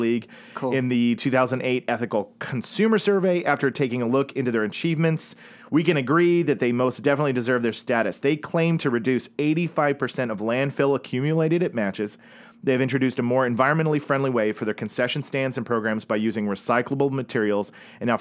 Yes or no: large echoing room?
no